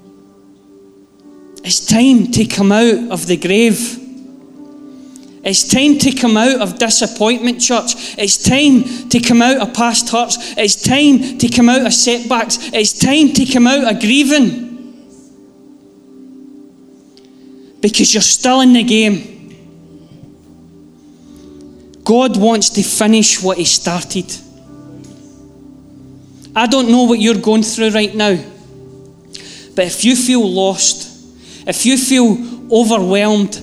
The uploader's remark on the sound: Live from our Sunday gathering.